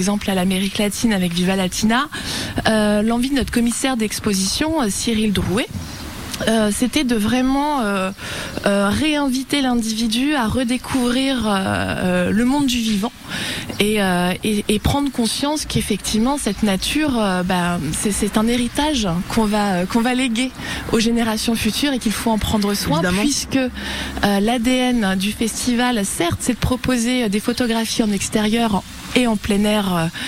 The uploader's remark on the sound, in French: En direct de La Gacilly pour le festival photo édition 2023